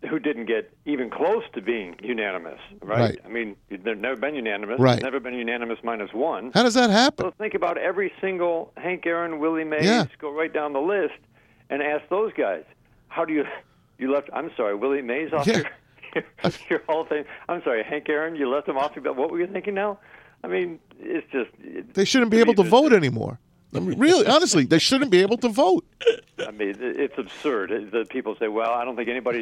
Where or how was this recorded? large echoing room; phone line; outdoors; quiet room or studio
phone line